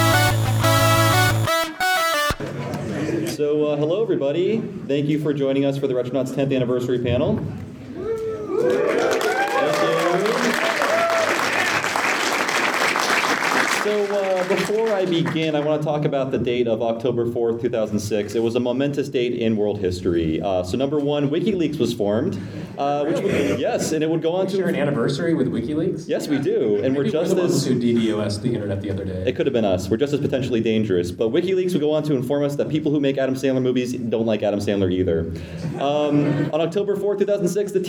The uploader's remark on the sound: Live from PRGE 2016. On this special live episode of Retronauts.